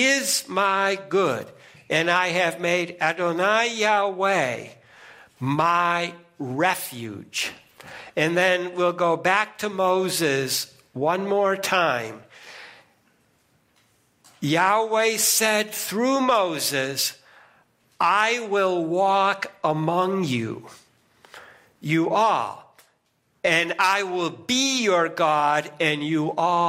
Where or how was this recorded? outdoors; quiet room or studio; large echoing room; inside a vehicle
large echoing room